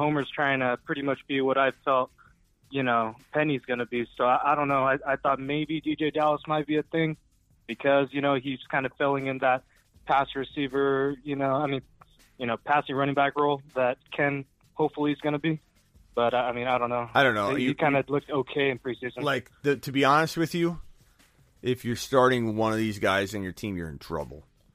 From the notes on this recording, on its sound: phone calls for roughly 2 hours